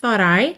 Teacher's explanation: Geralmente você pronuncia thought. Aqui, como a gente está ligando em I, então thought I. Esse último T fica rarara, para não ficar thought I, que seria mais rígido, né?